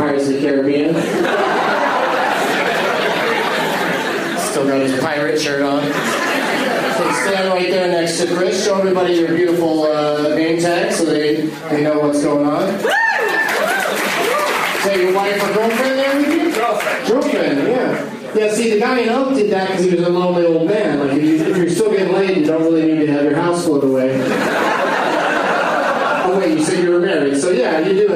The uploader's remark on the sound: Plays The Leonard Maltin Game against audience members at Helium Comedy Club in Philadelphia, PA.